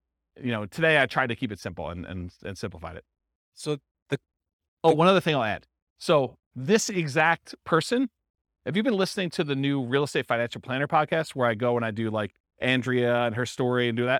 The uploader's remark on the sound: This was a live class recorded